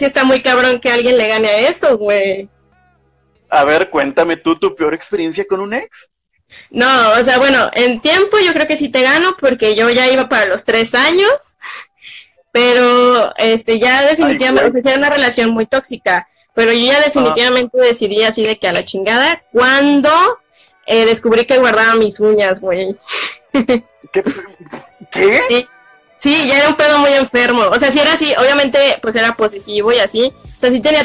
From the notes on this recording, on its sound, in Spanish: El audio no es el mejor